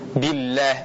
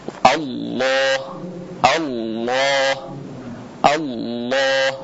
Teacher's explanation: Huruf lam tafkhim atau tebal, jadi tafkhim itu artinya tebal, disertai dengan cekungan pada lidah. · Shown in: second take · Perhatikan di bagian tengah ada cekungan, ya. · Term: lam tebal